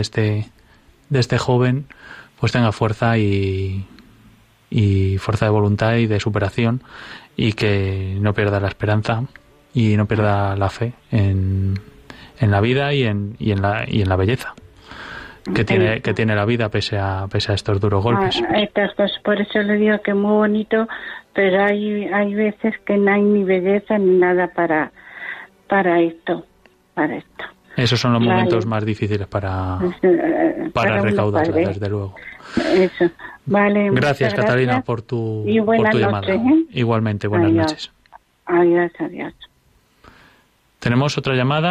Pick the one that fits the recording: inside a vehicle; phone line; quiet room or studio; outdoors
phone line